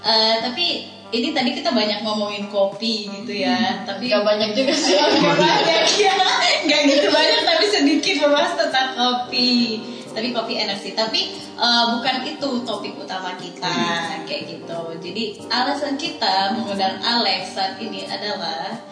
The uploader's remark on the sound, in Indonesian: Rekaman podcast ini sedikit trouble secara teknis